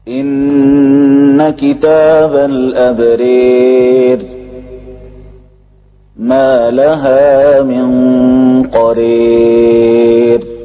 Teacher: جنحت الألف نحو الياء · Term: إمالة